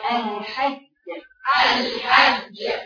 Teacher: لما بدي اقرا حرف الجيم لازم اوصل لساني وسقف حنكي